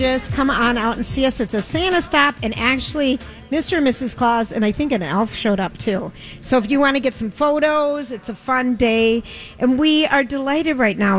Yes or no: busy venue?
yes